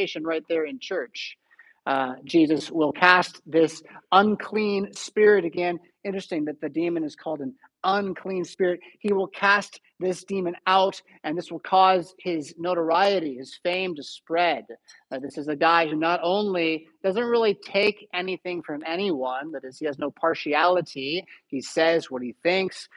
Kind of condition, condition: setting, large echoing room